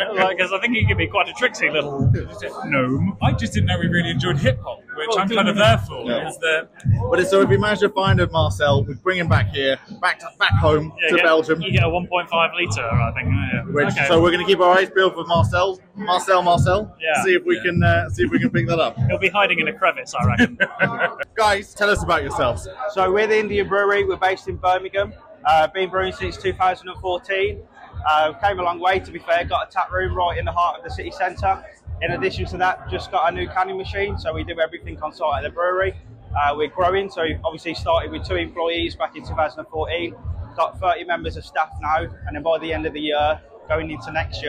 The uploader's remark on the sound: As our annual tradition, the boys bring you to the London Craft Beer Festival, organised by We Are Beer. The boys chat with fellow beer festival enjoyers.